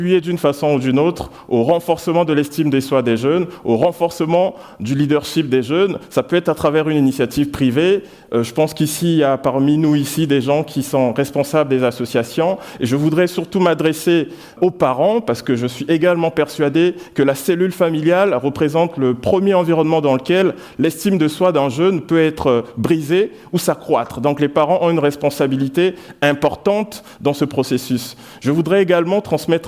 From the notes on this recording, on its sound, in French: Sur le main stage de Paris Talks en Mars 2023. Ce talk a été enrégistré lors de d'édition 2023 du festival d'idées Paris Talks à la bibliothèque Nationale de France à Paris.